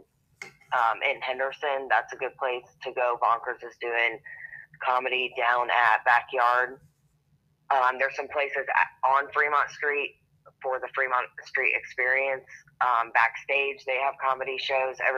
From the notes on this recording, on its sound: we switched to speaker phone, more steady connection